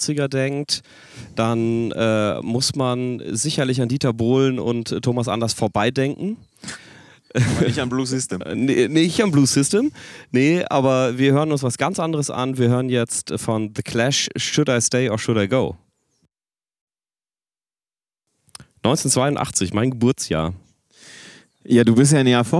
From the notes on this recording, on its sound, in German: in unmittelbarer Nähe zum Grill